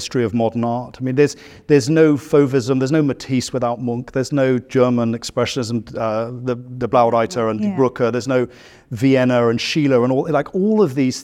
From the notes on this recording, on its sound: In this episode originally recorded at Sotheby’s in London.